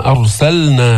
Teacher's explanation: اللام أرسلنا، نظهر اللام، لام مخرجها من أول حافة اللسان مع ما يليها من الحنك الأعلى إلى آخر الحافة